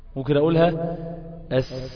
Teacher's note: معنى ان الصوت فيها مستمر يعني الصوت فيه جريان. يعني دي السين دي رخوة، السين رخوة، بستطيع ان انا امطها وما يبقاش فيها غلط